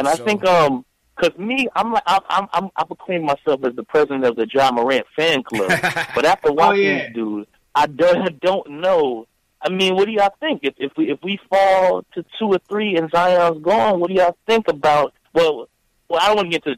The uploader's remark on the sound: take live phone calls from fans around the world